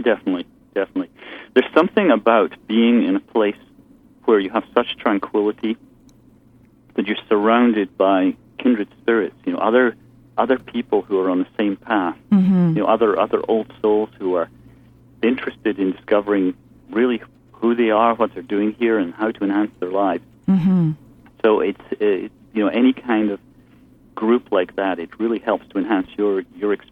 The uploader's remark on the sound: take calls from the audience